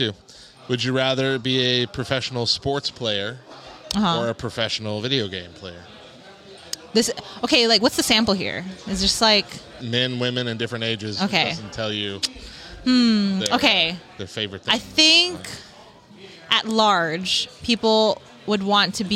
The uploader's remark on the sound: Live Interviews | LTNcon In Your Own Words: Attendees